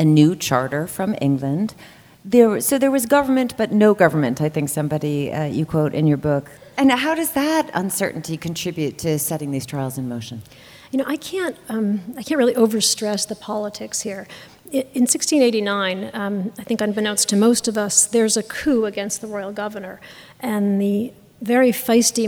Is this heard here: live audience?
yes